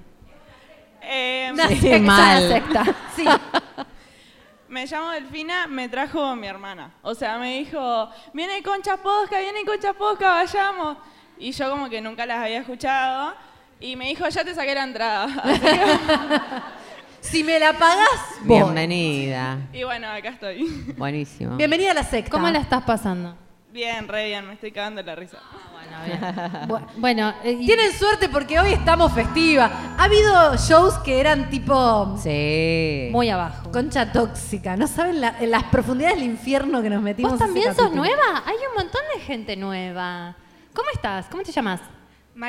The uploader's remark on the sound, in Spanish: En vivo en Rosario. Grabado en vivo durante nuestra gira en la ciudad de Rosario.